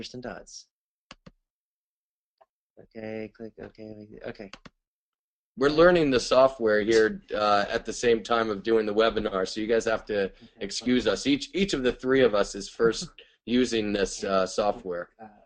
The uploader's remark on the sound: Recording of monthly VIP webinar call.